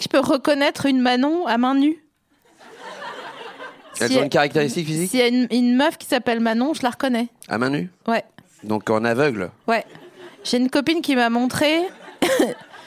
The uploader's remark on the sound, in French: Cet épisode a été enregistré le 09 mars 2019 à La Nouvelle Seine (3 Quai de Montebello, Paris 5e).